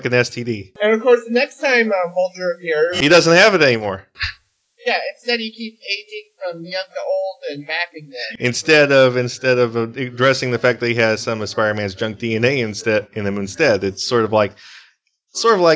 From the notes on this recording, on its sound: we apologize for the bad audio glitches.